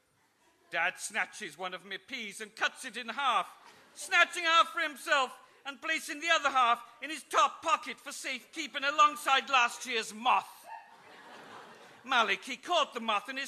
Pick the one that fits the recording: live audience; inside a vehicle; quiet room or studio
live audience